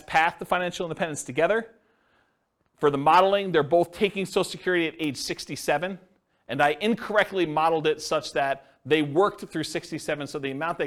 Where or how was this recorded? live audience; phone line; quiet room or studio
live audience